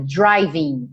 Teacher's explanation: esse G final não vai ser pronunciado